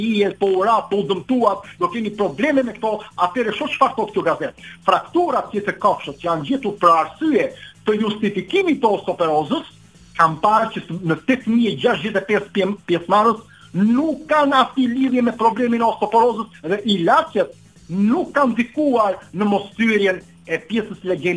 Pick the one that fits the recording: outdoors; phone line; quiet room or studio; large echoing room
phone line